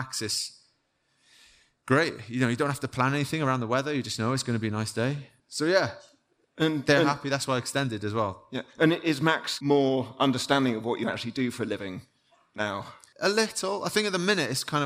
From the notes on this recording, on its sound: on stage at Rouleur Live 2023